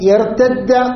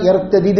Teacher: അപ്പൊ രണ്ട് ദാല് ഒരുമിച്ച് കൂട്ടി ഒന്നാണ് ഇദ്ഗാം എന്ന് പറയുക. · Shown in: first take